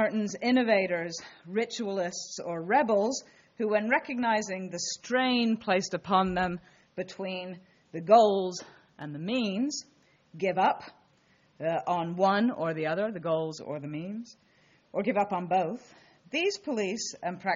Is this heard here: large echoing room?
yes